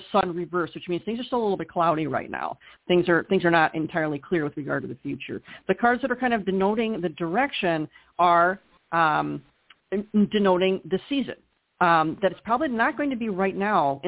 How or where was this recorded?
phone line